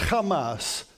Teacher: a slightly different pronunciation with a little bit of a guttural sound on the front end